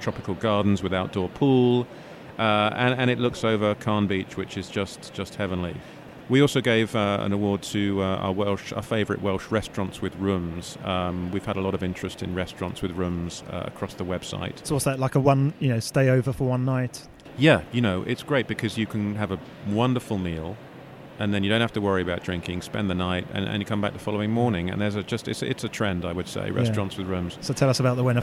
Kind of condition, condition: setting, busy venue